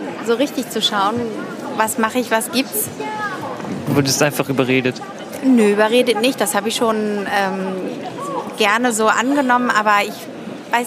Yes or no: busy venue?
yes